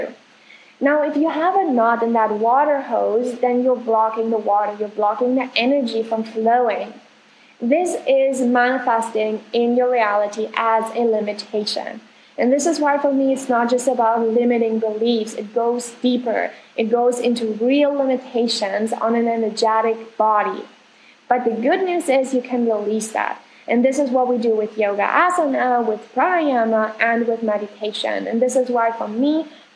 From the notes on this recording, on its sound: I want to excuse myself for the sound quality of this episode